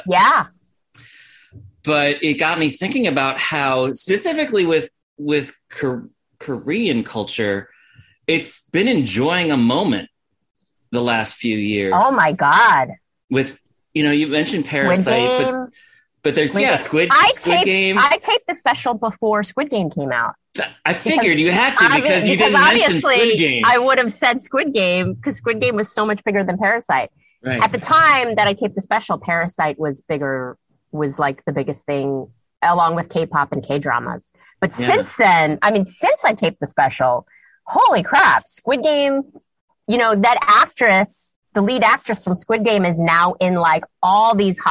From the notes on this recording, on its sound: sat down with me over Zoom